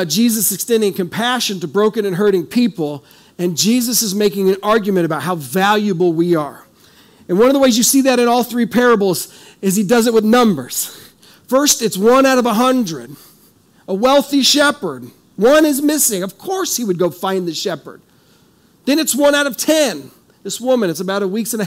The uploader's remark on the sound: This is audio ripped from the Live Service video.